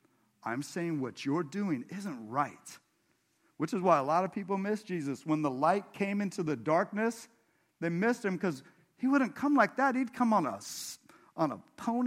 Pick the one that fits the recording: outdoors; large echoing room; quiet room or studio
large echoing room